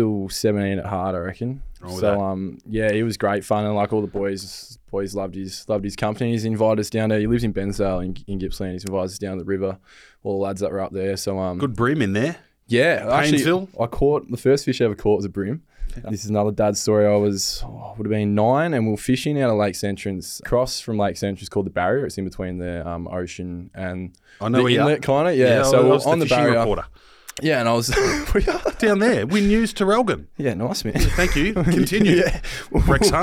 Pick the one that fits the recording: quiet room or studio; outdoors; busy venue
quiet room or studio